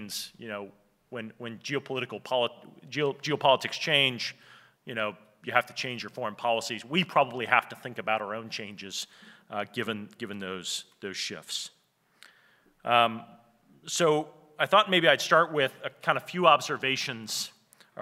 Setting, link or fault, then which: setting, live audience